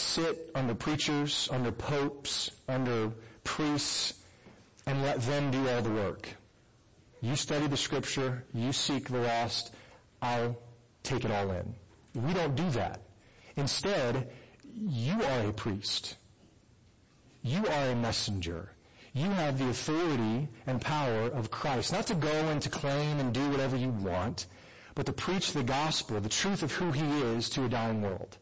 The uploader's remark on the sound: poor audio quality - sorry